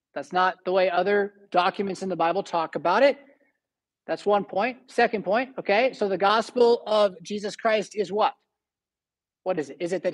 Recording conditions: large echoing room